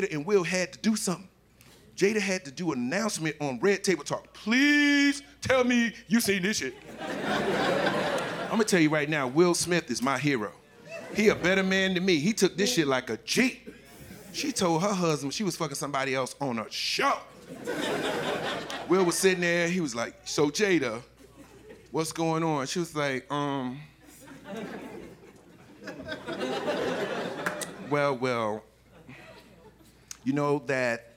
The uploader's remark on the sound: Live from Tribeca